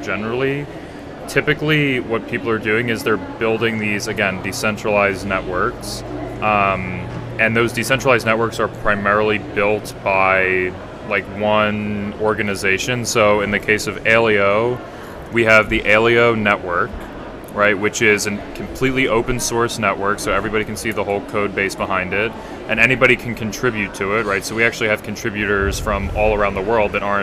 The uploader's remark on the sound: LIVE ON THE SHOWFLOOR at VIVA TECH 2022. Unfortunately, this conversation was cut short.